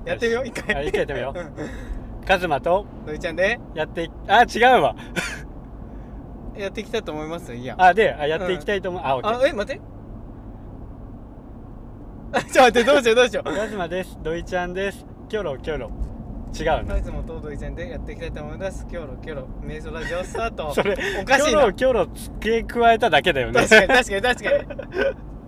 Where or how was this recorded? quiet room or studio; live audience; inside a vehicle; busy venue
inside a vehicle